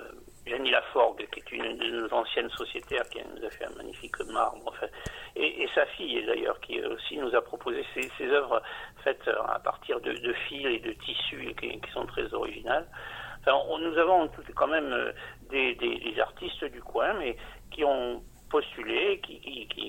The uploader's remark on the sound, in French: Interview téléphonique